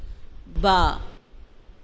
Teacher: बा बंद होंठों के गीले हिस्से से, अंदरूनी हिस्से से